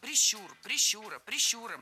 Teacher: Всегда ударение в этом слове ставим на второй слог.